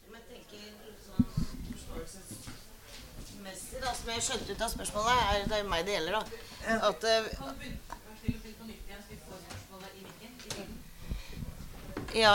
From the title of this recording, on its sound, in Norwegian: LIVE FRA DOVREHALLEN